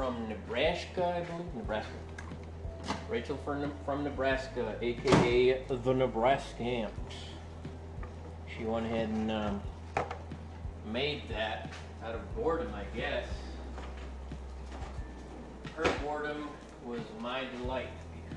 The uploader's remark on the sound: I'm recording this one on the fly, on my cell phone, after work, as I prepare dinner. I also capture the beautiful sounds of rain.